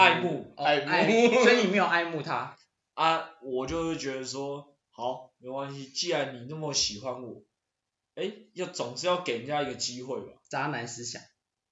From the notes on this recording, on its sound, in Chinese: 因為還在各種嘗試錄音方式，音質可能會有落差。